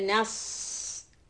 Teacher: Then we have Noon Fatha. Na is soft sound and Saad with a sukoon is heavy. So we say Nas.